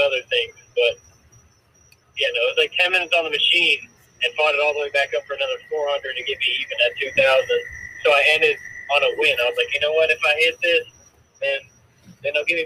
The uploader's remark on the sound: Pierce, FL. On the phone.